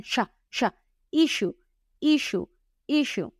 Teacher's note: a la hora de pronunciar esa doble S se convierte en sha